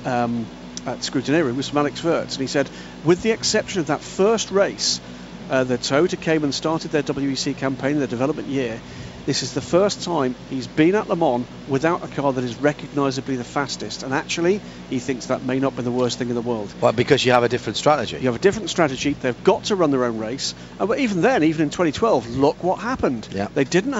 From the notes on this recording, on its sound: Live from Le Mans.